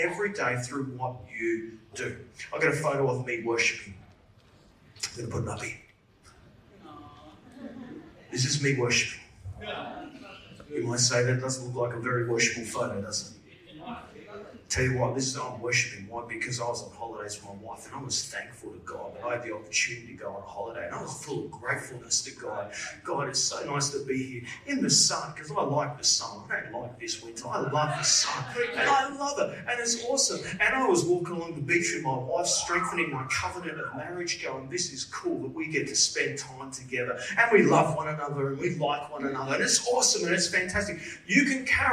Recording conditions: live audience